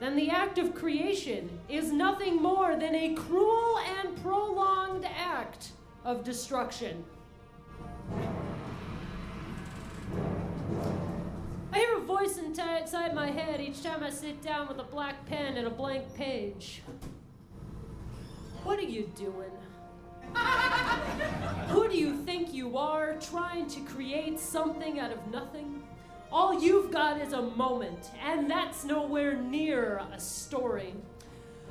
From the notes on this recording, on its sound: recorded on July 23rd at the BLB as part of the Rockstar Storytellers’ “Evening of Awesomeization”